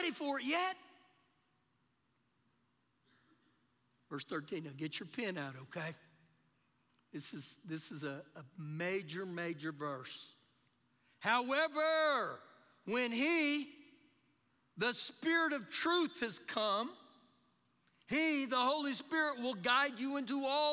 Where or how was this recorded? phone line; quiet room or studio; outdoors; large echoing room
large echoing room